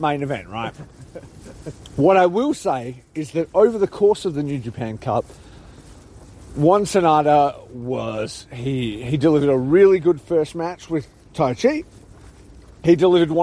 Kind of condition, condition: setting, outdoors